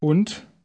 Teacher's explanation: Notice in word 1 that the D at the end is pronounced like T.